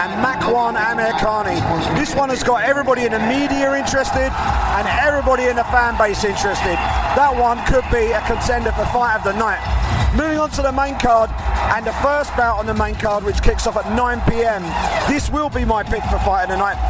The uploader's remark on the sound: UFC London: Pre-fight LIVE from Octagonside at The O2.